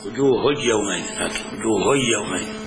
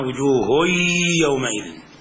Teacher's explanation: وقد انفرد عن باقي القراء بروايته عن حمزة إدغام النون الساكنة والتنوين في الياء والواو بغير غنة · Shown in: first take